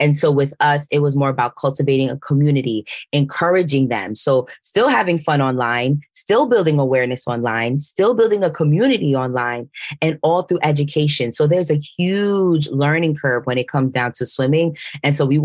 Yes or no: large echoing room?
no